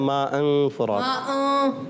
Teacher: نون کو چھپا کے ادا کرتے ہیں اور پھر ناک میں آواز لے جا کر پڑھتے ہیں · Term: اخفا